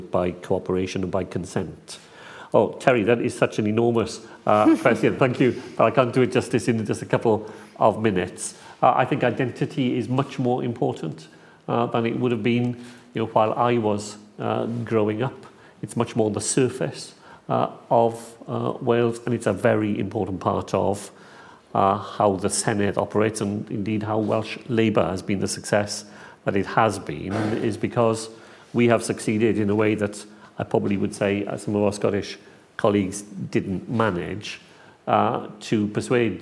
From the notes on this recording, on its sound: Followed by Q&A with the live and online audience.